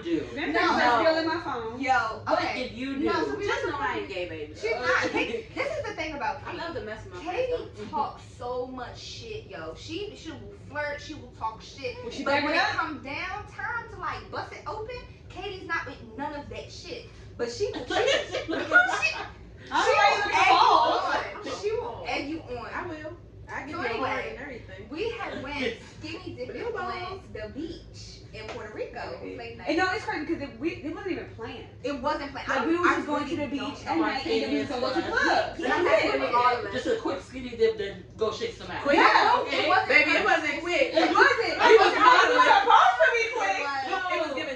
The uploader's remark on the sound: Y'all we still figuring out this mic sh*t! I thought I had it figured out but then there was an annoying buzzing sound.